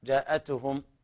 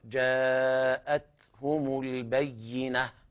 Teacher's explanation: التاء ما همست فقرأتها بالقلقلة · Shown in: first take